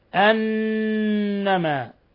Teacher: نون مشددة حرف غنة مشدد تغن مقدار حركتين